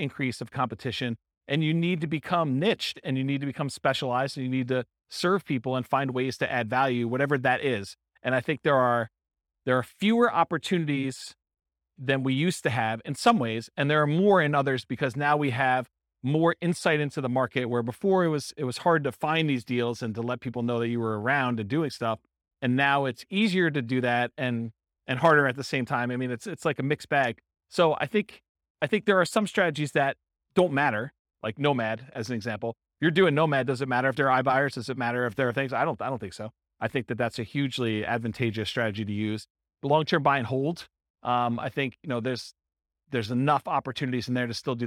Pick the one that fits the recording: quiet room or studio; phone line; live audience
live audience